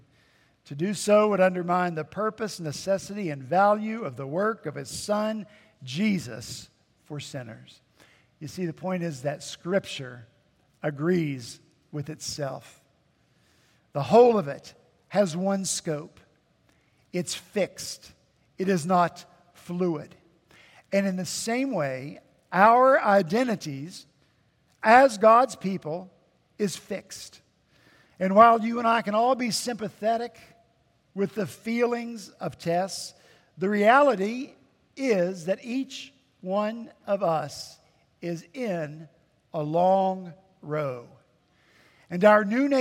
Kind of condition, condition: setting, large echoing room